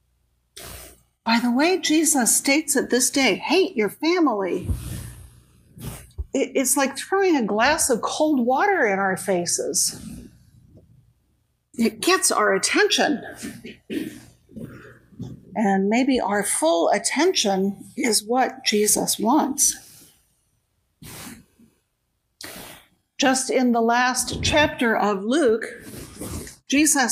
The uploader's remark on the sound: Each weekly podcast episode is a live recording from our church in San Jose, California.